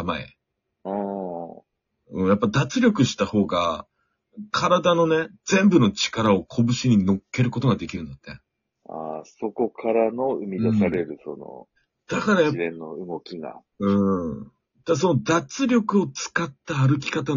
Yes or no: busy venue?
no